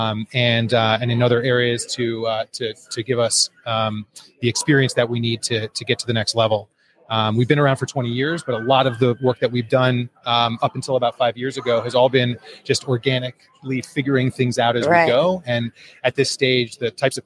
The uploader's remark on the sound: JSA TV LIVE at PTC’23